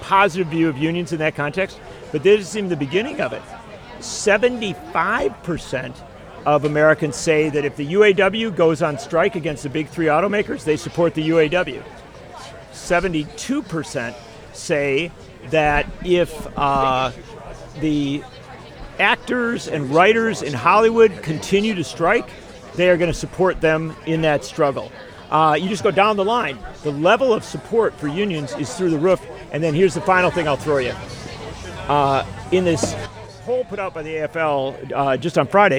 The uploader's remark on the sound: Live from LaborFest 2023